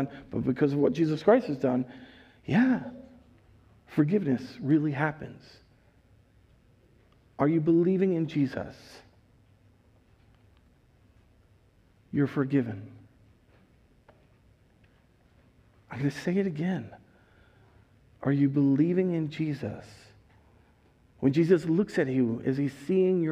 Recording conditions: large echoing room